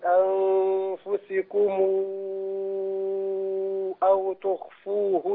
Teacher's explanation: ميم الجامع، صلة ميم الجامع، وأتى بعدها حرف الهمزة، أيوه تمد لورا 6 حركات